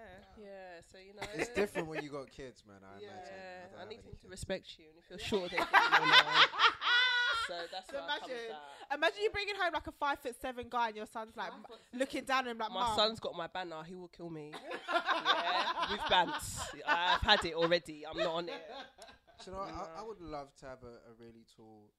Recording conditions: uneven or low level